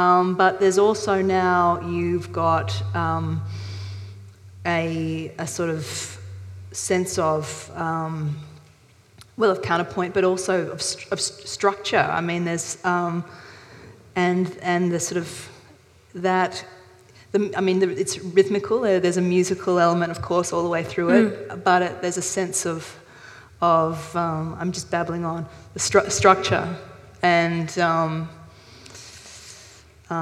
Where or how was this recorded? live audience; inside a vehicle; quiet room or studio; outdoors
live audience